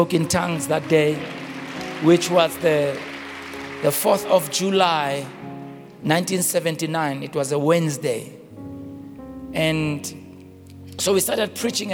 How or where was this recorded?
large echoing room